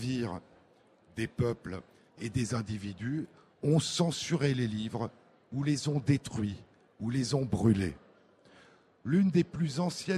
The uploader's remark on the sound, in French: en direct à Livre Paris